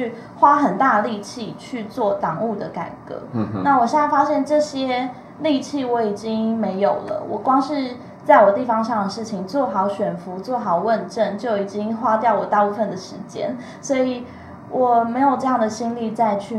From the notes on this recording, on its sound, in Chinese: 全程錄音。除了一段開錄前的空白，其餘一刀未剪。此為錄音筆側錄，音質頗差記得包容。